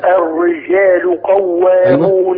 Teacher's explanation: بين الجيم ما تبقاش فيها شبهه الشين